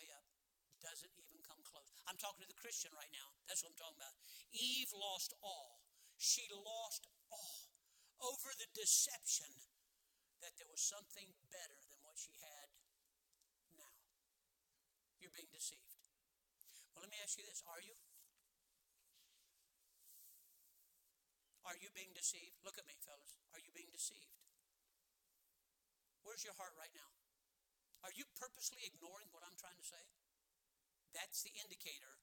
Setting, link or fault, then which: setting, large echoing room